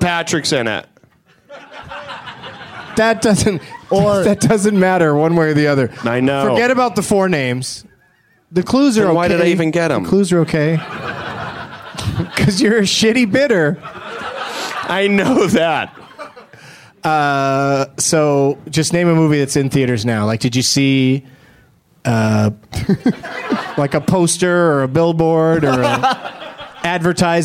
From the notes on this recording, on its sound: Live from Zanies Comedy Club in Rosemont, IL